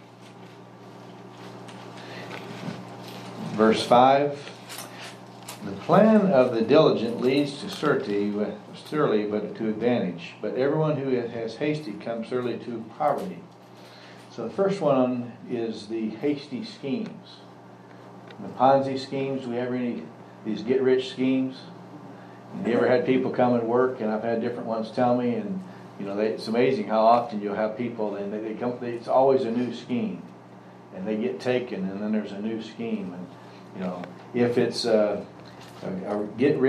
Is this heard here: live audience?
yes